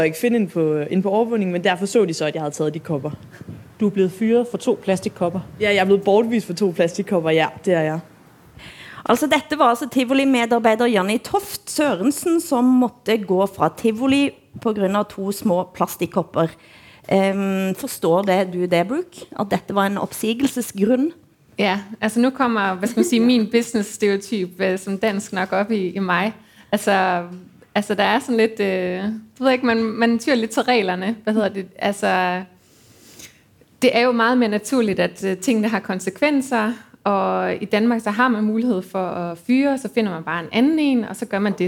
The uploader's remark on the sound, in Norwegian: Fra Holmen Bar, KÅKÅnomics 2019.